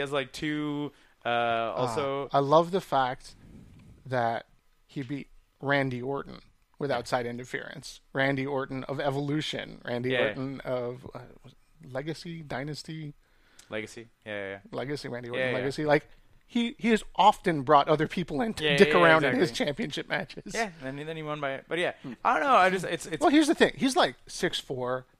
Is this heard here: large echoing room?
no